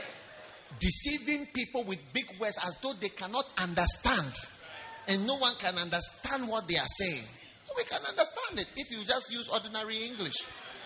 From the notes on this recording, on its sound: Preached at the Wisdom Impartation Service.